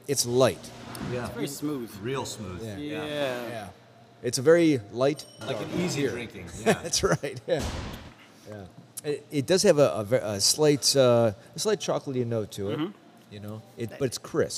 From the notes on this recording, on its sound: Broadcasting live from Goldhorn Brewery!